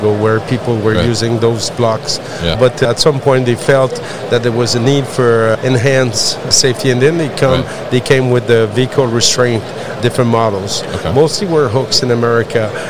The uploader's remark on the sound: GMR Safety at MODEX 2022